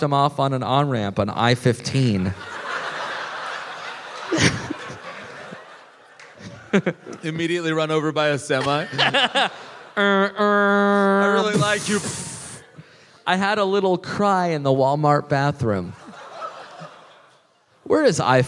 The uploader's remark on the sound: live in Melbourne!